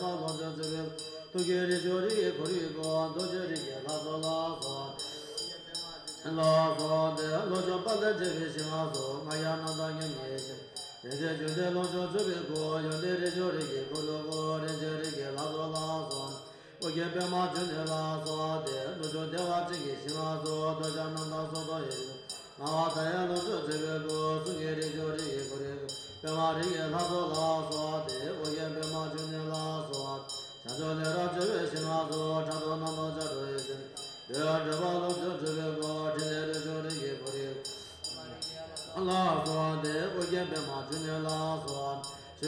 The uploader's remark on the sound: This field recording was made on March 2017 in Nepal in Buddhist Monastery Namobuddha. Field recordings- Nepal Buddhist Monastery Namobuddha- Monk Chant With Bells. This field recording was made on March 2017 in Nepal in Buddhist Monastery Namobuddha.